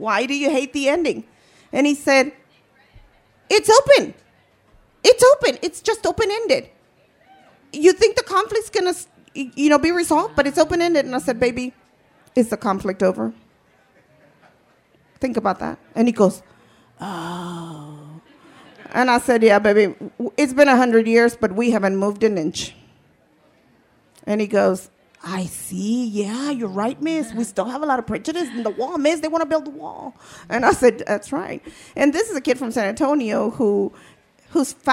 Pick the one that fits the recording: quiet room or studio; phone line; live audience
live audience